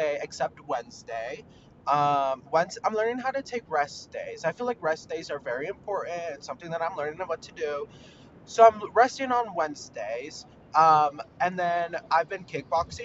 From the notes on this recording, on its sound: mini ROAD-TRIP podcast so so sorry abt the audio.